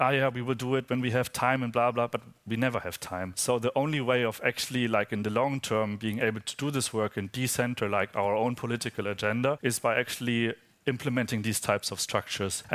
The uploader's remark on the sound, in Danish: En liveoptagelse af samtalen. Samtalen fandt sted i oktober 2022 på vidensfestivalen GRASP.